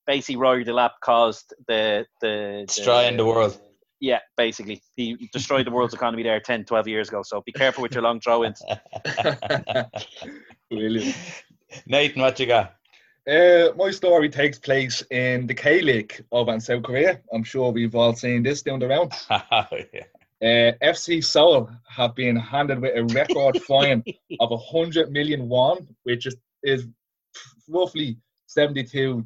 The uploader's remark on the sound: FA Cup Weekend Zoom Show